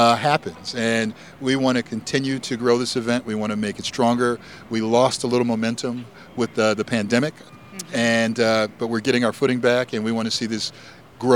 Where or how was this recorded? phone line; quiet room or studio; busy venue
busy venue